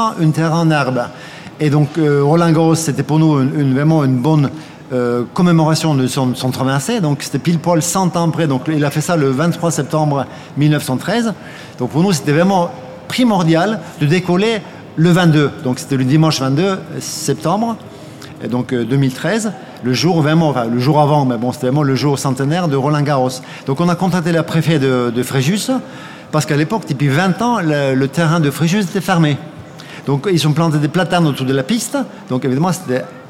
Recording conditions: live audience